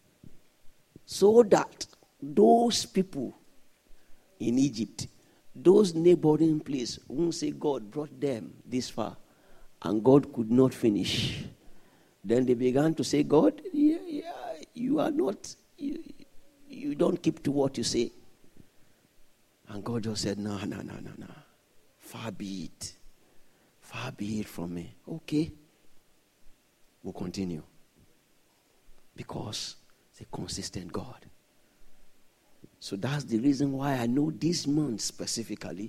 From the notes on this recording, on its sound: This Sunday Service message